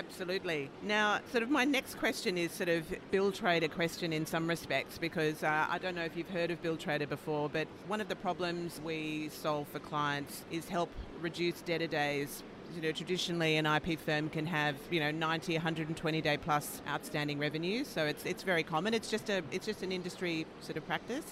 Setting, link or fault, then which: setting, busy venue